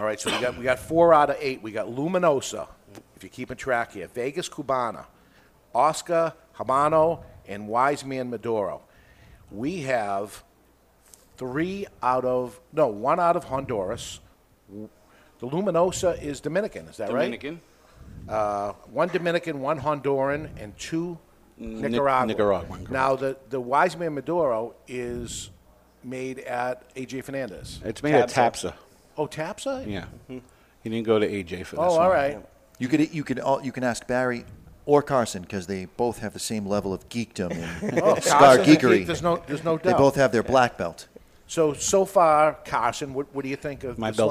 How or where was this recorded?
live audience